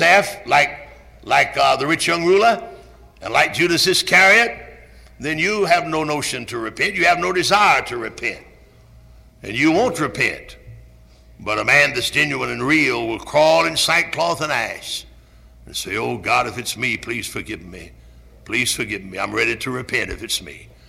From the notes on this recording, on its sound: Originally preached at Tabernacle Baptist Church in Greenville, SC on April 28, 1974.